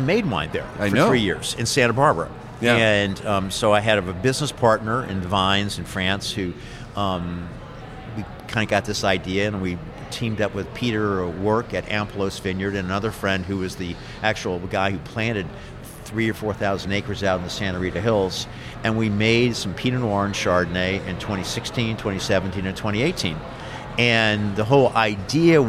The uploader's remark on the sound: We're at Brasserie Beck in downtown Washington, DC.